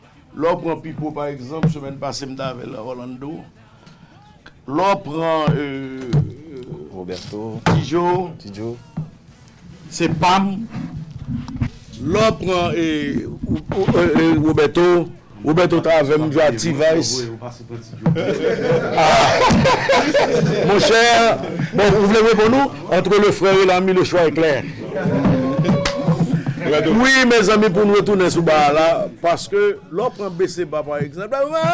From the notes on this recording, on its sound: PRESS CONFERENCE LA NUIT DU KONPA À PARIS 7 AVRIL 2107